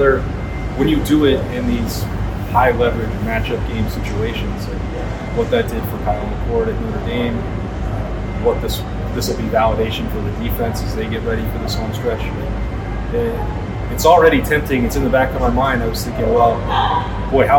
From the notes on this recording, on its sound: We apologize for lower-than-usual quality audio. We were using a different setup than normal because THE Postgame Live Show was using our main equipment and it just didn't go as expected.